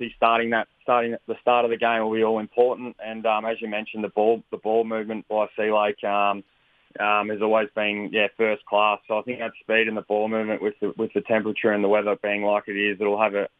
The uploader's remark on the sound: Phoned in to report. On this week's Flow Friday Sports Show.